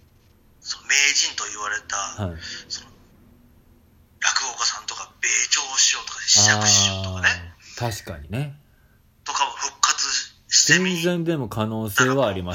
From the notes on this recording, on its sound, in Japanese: LINE電話をスピーカーにして収録してますので聴きにくい部分があるとは思いますがよろしくお願いいたします。公園収録。